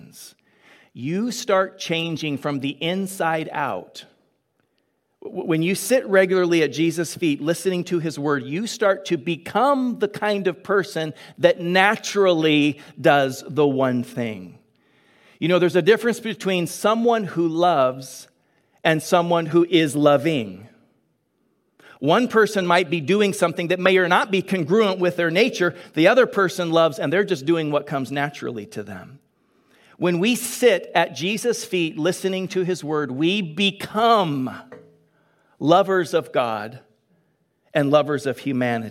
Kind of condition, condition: setting, large echoing room